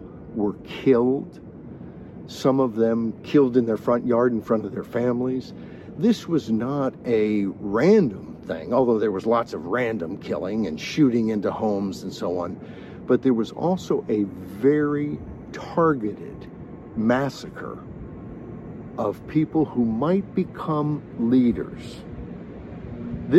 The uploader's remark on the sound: delivered from the streets of Taipei, Taiwan